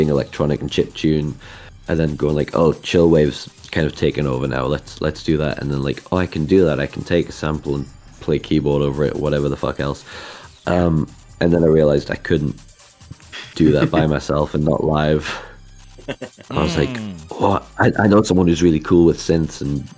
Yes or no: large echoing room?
no